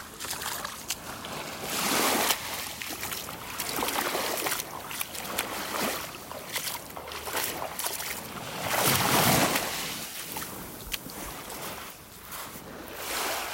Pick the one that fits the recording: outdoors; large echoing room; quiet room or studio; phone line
outdoors